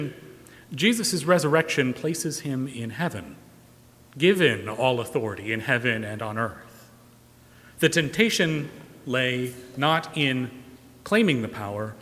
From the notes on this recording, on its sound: Recorded live March 1, 2020 at Trinity Presbyterian Church in Bixby, Okla.